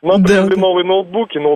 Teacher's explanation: и причем вот эта интонация, Да-да-да, сначала вверх, потом вниз